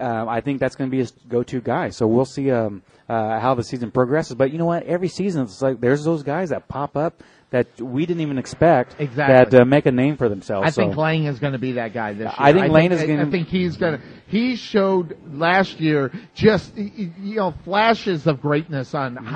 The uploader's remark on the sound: Live Remote Broadcast from Dickey's Barbaque Pit - HWY 66& George Bush.